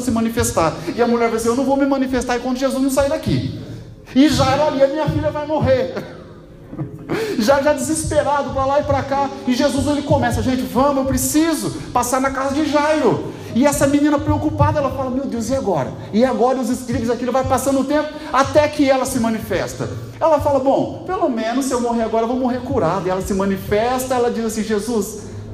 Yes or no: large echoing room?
yes